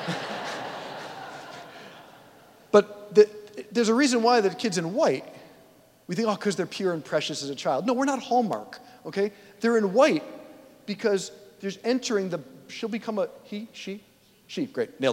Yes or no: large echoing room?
yes